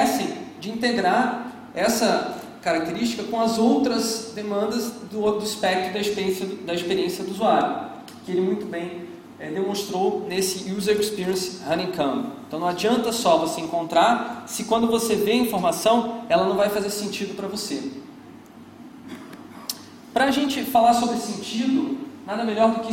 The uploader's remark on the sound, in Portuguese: Palestra gravada no Searchlabs 2010. Palestra gravada no Searchlabs 2010.